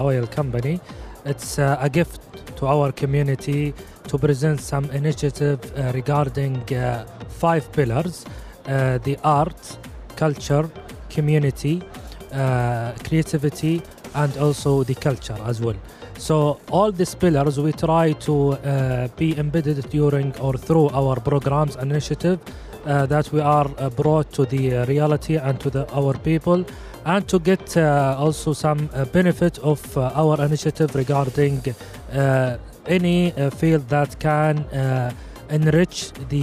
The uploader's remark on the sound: Live at SIBF 2023